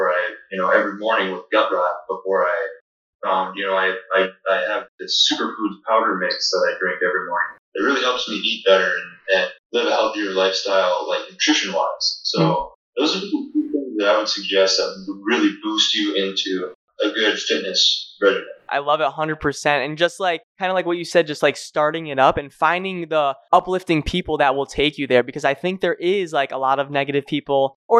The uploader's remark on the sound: This recording doesn't have the best audio quality